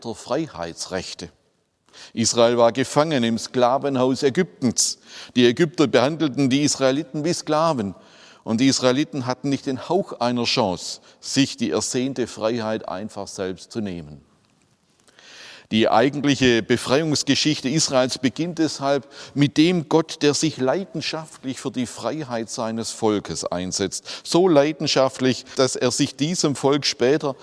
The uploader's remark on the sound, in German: aus dem Gottesdienst der Missionsberg-Gemeinde (Liebenzeller Mission)